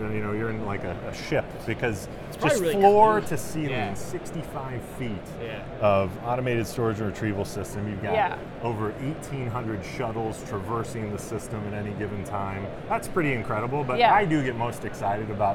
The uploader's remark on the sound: Live From NRF. LIVE FROM #NRF2024.